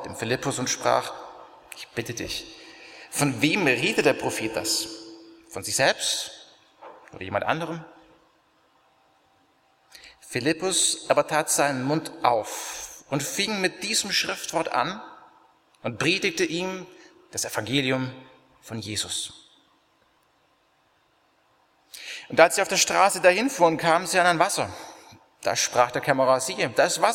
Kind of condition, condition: setting, large echoing room